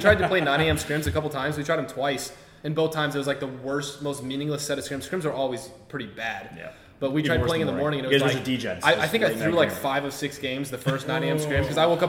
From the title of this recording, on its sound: LIVE FROM BIRMINGHAM DAY 1